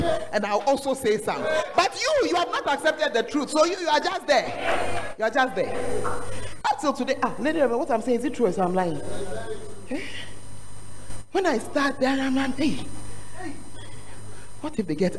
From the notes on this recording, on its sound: Preach at The Art of Evangelism Conference